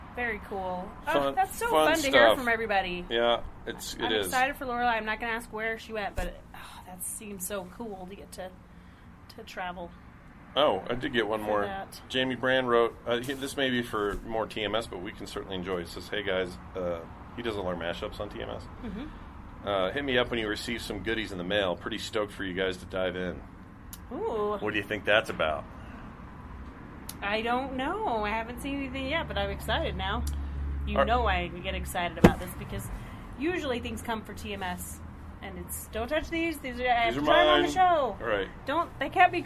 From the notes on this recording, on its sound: We did this outside today, off livestream, and it was kinda nice!